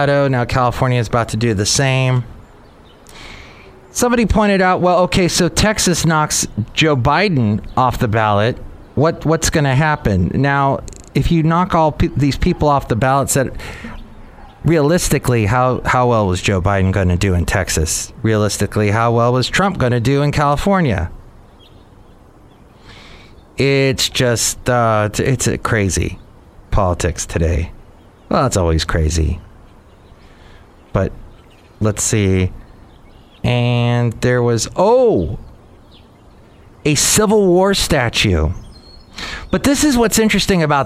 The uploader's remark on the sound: podcasts live from Café Anyway